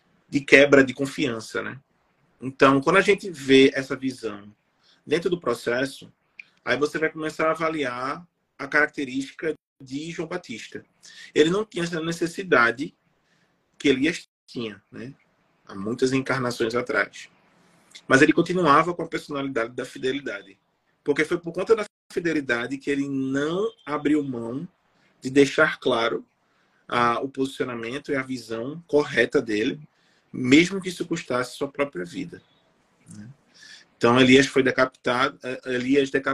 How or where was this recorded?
video call